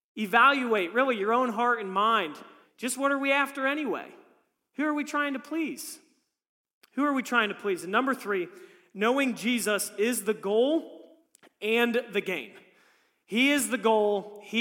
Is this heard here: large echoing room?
yes